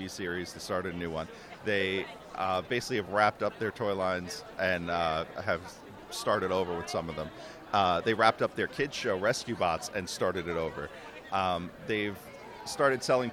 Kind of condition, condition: setting, busy venue